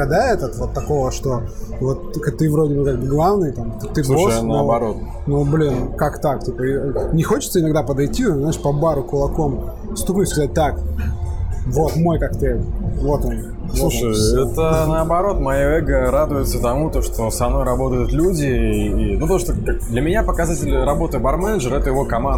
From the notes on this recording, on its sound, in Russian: СОРРИ, ЗАПИСЬ ШУМНАЯ. ЗАПИСЫВАЛИСЬ В ПЯТНИЦУ В ПОЛЕВЫХ УСЛОВИЯХ.